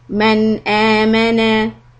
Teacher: Hamza is one of the letter of the huruf halq. So this is letter of izhar. So you say the noon clearly.